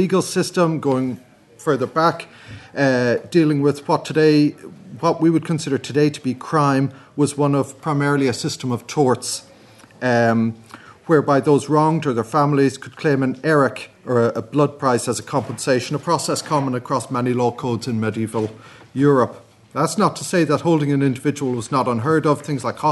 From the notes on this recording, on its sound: at the 2022 Tudor and Stuart Ireland Conference